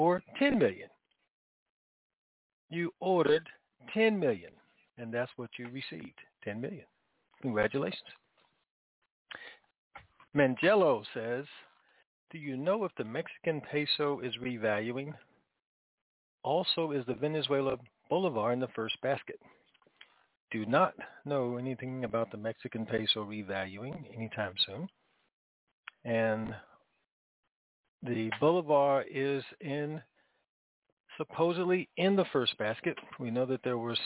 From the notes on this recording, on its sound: TNTSuperfantastic Conference Call.